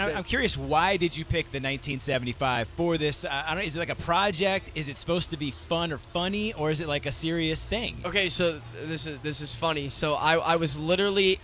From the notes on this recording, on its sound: The Mix is live backstage at Lollapalooza 2023! Lollapalooza Day 2.